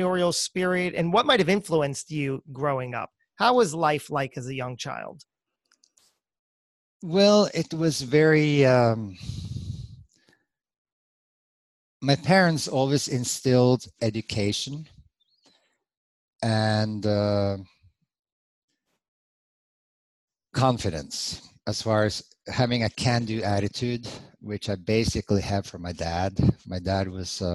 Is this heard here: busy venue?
no